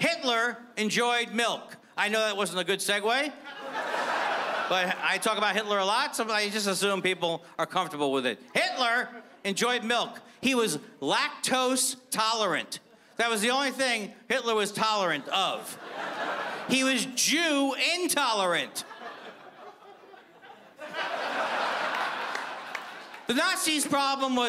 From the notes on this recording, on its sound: stand up from the Just For Laughs Festival in 2015